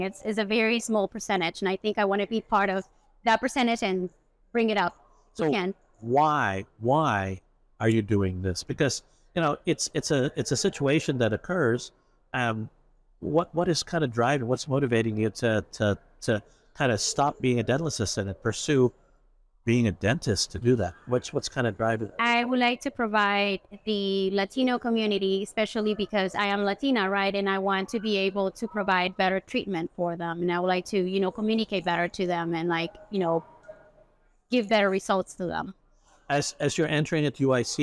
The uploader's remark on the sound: Live from the Chicago Midwinter Show.